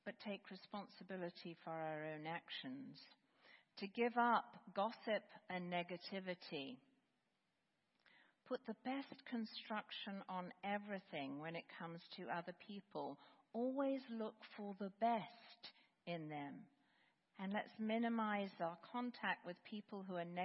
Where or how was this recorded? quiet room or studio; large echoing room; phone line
large echoing room